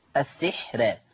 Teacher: ترقيق راء السحر لأن الحاء الساكنة ليست بحاجز، مش حاجز، مش هتحجز، ليست بحاجز بين السين المكسورة والراء الايه المفتوحة، يبقى مش هعتد بالحاء دي كأنها مش موجودة.